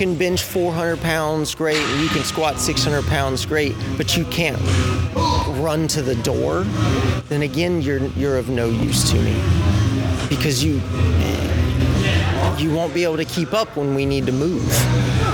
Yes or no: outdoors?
yes